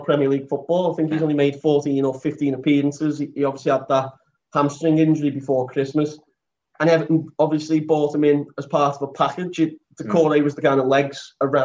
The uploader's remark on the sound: briefly lock himself out of the video call